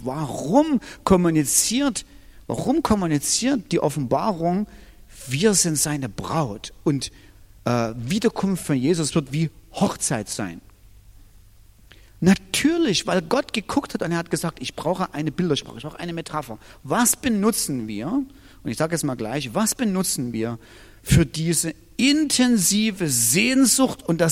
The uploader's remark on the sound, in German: Diese Predigt ist aus dem Gottesdienst